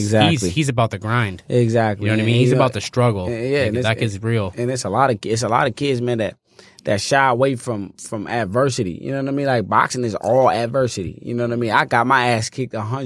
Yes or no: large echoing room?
no